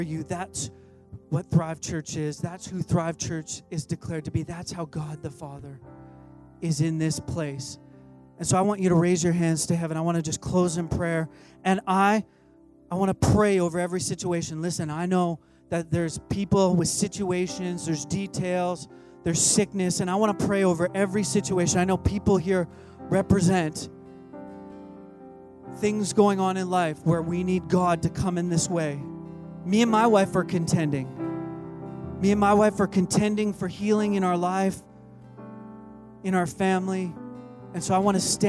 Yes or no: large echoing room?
yes